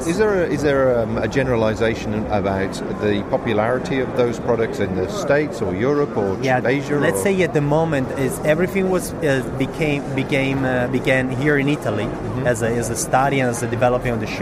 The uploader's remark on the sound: recorded at the recent Outdoor Show in July 2014 at Friedrichshafen in Germany